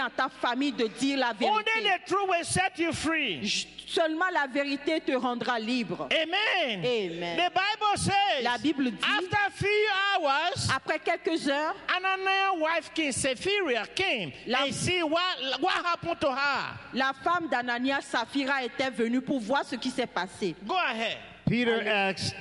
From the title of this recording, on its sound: Praise and Worship Service The River of Life Church - Audio